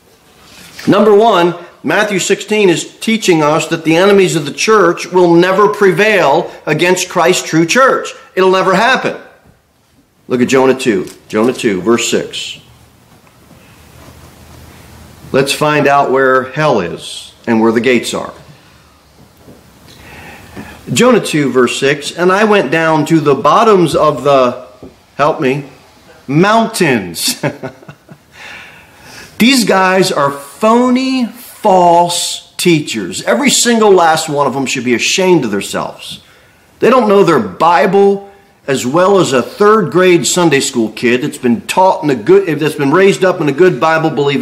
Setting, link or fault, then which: setting, large echoing room